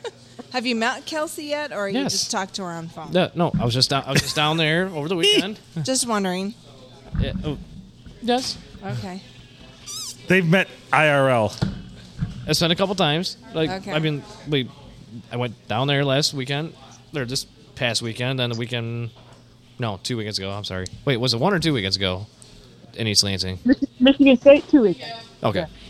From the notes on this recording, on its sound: Recorded at the Blue Water Sports Bar and Grill in lovely Port Sanilac.